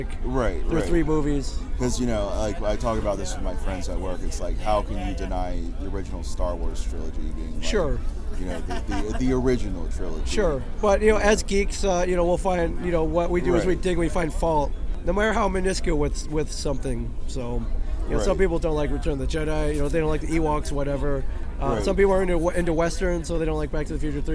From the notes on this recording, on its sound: Live From Pittsburgh's Steel City Con